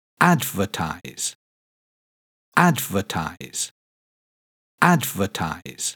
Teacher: This word has three syllables, and the stress is on the first syllable.